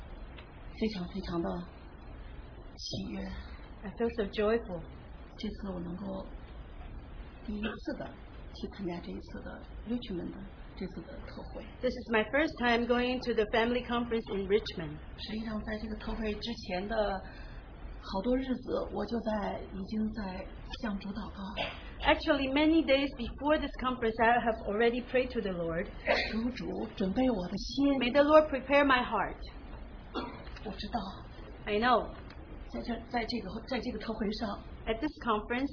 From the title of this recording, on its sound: Open Sharing from Christian Family Conference